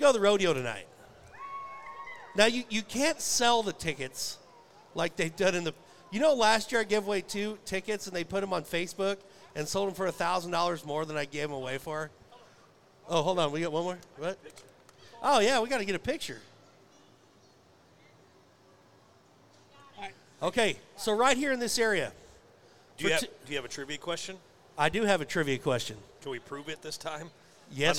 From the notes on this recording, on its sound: RümpChät Live at the 2023 NFR